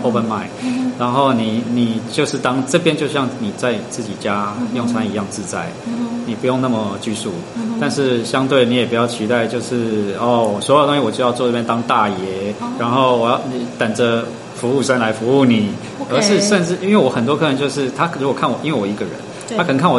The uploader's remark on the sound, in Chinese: 因為收音環境有點白噪音 請多包涵